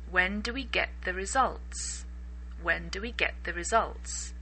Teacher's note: The next word is the. So the T in get seems to disappear and the E becomes a hard E. It sounds hard and we put the get and the together.